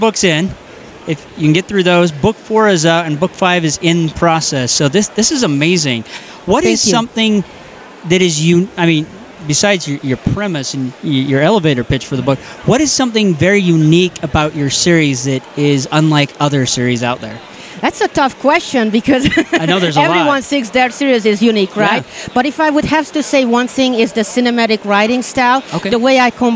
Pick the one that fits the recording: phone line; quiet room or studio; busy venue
busy venue